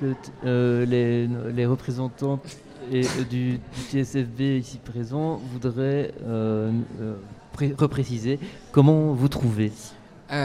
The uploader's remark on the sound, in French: Studio Volant enregistré au Recyclart le Vendredi 22 Septembre dans le cadre de la soirée de soutien pour le Fond de Solidarité Trans. Studio Volant enregistré au Recyclart le Vendredi 22 Septembre dans le cadre de la soirée de soutien pour le Fond de Solidarité Trans .